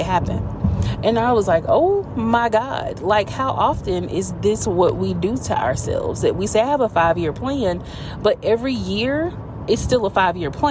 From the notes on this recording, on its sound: Car Chronicles. This is when an idea sparks while driving and I have to get it out in the moment! Coaching in the Car.